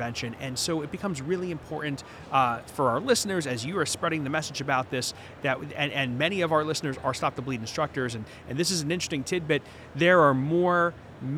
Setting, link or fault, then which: setting, busy venue